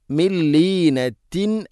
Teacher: സാക്കിന നൂന് ശേഷം ലാം, ഇദ്ഗാം ബിലാ ഗുന്ന, മണിക്കാതെ കൂട്ടി ലയിപ്പിക്കണം